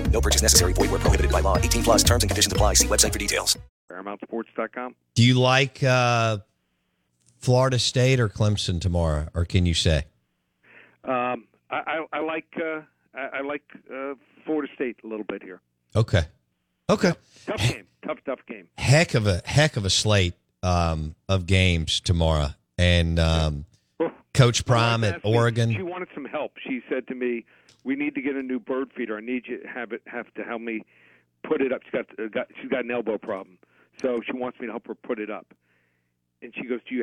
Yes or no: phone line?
yes